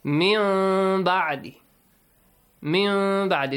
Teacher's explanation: Iqlab means you change the noon sound into a hidden meme sound